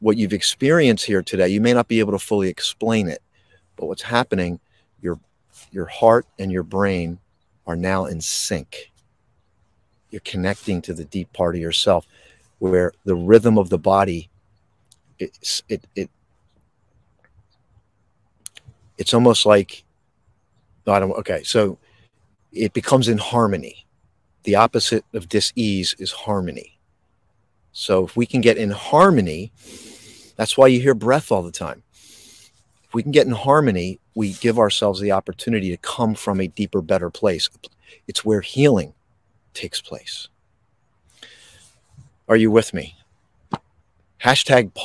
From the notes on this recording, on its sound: This Episode originally streamed live on location at Princeton Battlefield State Park. State park in Princeton, New Jersey. The audio from this podcast was taken directly from this live stream.